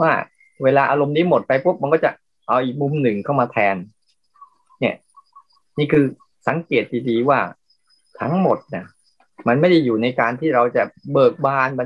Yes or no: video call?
yes